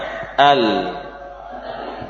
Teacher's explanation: Huruf lam ini tepi lidah depan, al, menempel pada gusi, al, ya, bukan pada gigi, namun pada bagian atas, ini bagian gusi.